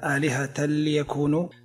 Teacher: تنوين أتى بعده حرف اللام، واللام من حروف الإدغام بغير غنة